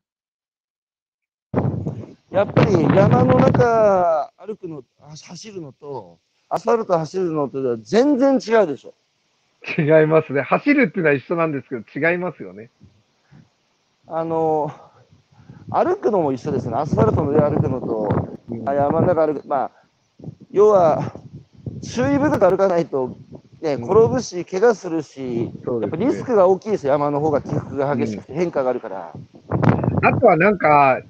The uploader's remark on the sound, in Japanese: 歩きながら1時間、対談する